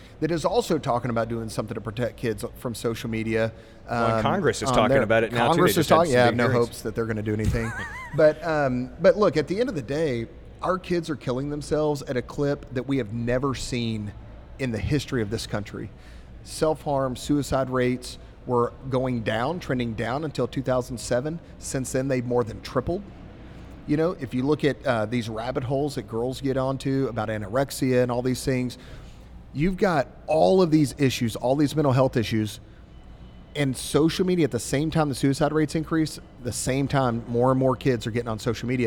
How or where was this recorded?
busy venue